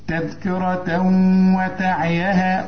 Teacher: تذكرة تنوين وبعد واو، الواو من حروف الإدغام، عاوزين غنة، تذكرة وتعيها، وتعيا وتعيها، مد أربع حركات عند الوصل فقط